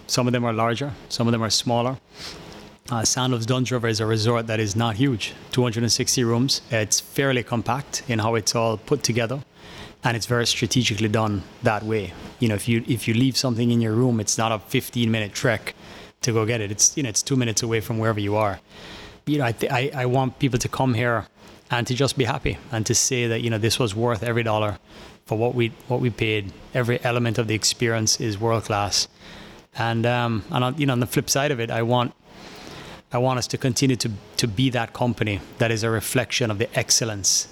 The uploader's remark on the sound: Broadcasting live from Sandals Dunn's River